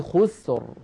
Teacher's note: الراء ساكنة، قبلها ساكن، وقبله مضموم وهو الخاء، إذا أيضا نفخمها